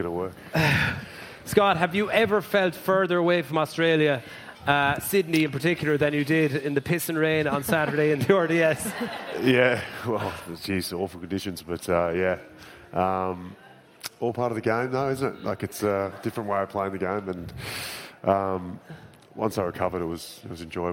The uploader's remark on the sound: LIVE in Dublin. As House of Rugby goes live to preview some big Guinness Six Nations matches.